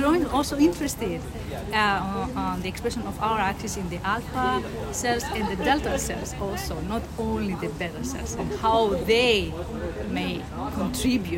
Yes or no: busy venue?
yes